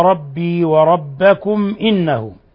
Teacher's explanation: ميم ساكنة جاء بعدها الهمزة الحكم التجويد إظهار شفوي